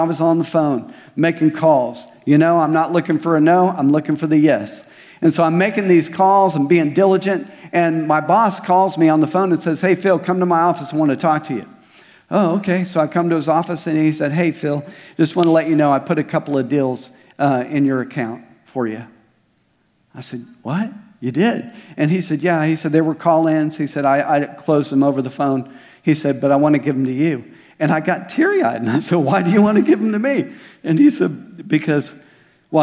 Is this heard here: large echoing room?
yes